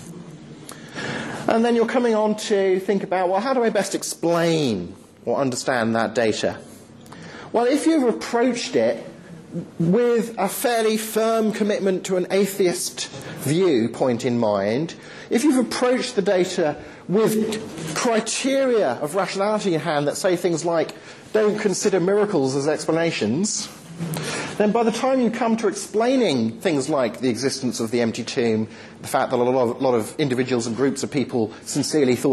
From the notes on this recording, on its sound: Lecture delivered to the University of York Postgraduate Christian Fellowship, Dec 9th 2010.